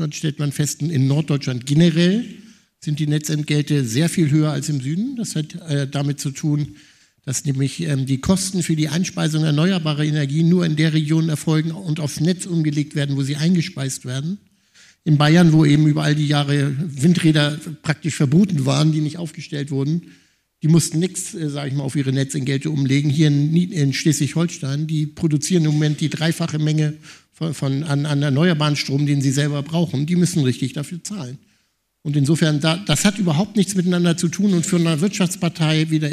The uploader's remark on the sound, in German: Aufzeichnung Podiumsdiskussion am 18.09.2023. Diskutierte auf Einladung der Akademie der Wissenschaften in Hamburg ein Podium, besetzt mit Persönlichkeiten aus Wissenschaft, Zivilgesellschaft und Politik.